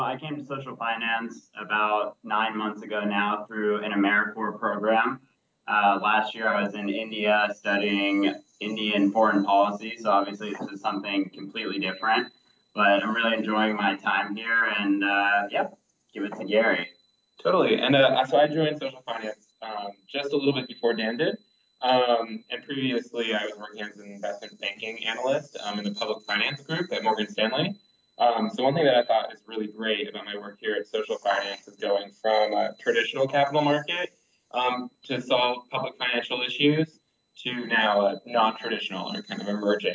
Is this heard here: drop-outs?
yes